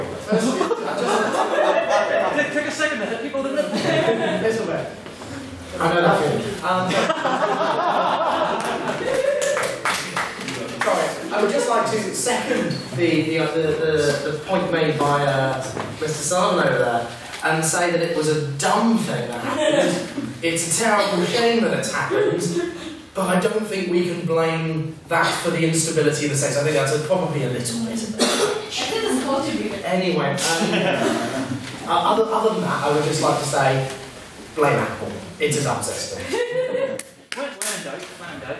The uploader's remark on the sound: the recording of the fourteenth Ordinary Meeting of our 169th Session, where the House convened